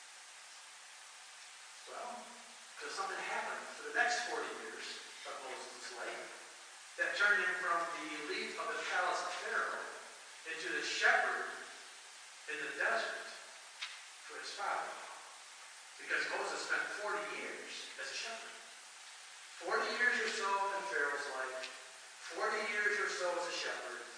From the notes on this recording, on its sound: Please forgive the quality of the audio as we are experiencing some start up issues on a new sound system.